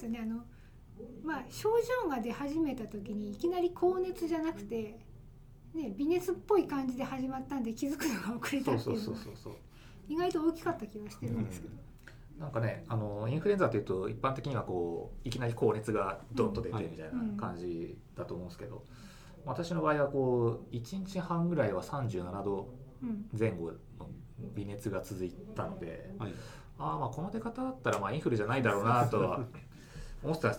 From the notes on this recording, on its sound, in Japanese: 貸し会議室で収録したため、隣の部屋のノイズが入っています。